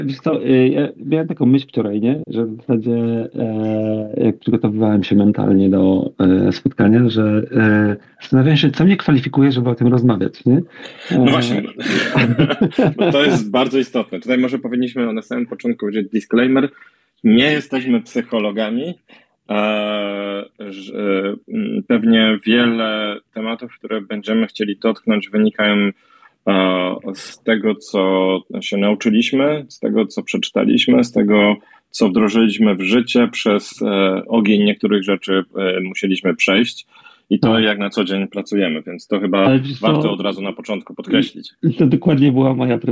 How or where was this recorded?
video call